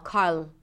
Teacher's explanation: …, That is the transition. Just make sure that you're giving the R enough time so it doesn't move automatically to the L